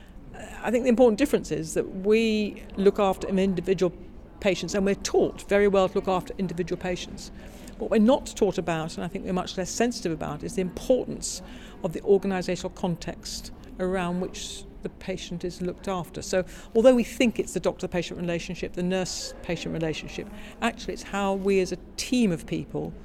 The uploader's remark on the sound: recorded at the International Forum on Quality and Safety in Healthcare, Gothenburg, April 2016